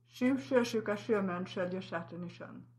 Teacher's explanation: The tongue tip is curling up and back, but the sides of the tongue are also curling up into kind of a channel